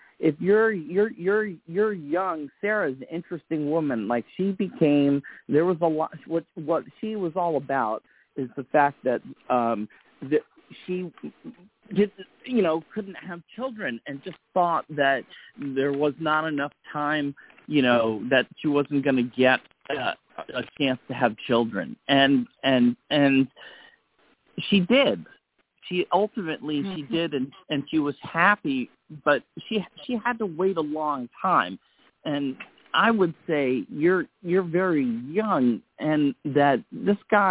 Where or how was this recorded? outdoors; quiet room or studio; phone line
phone line